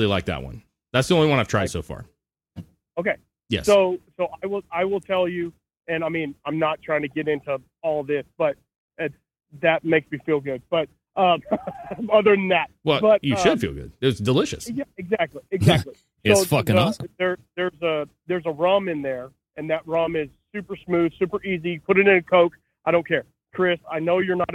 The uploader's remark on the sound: Call In Show